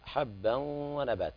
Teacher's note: انتبه عند الغنة في قوله تعالى حبا ونبات، هذا إدغام بغنة